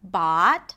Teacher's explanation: Bought is a long, open ah sound, and it's actually, it could be pronounced with the ahs and father, bought, depending on the dialect, right?